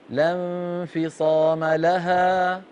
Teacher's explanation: لها حرف مد يتلاشى شيئا فشيئا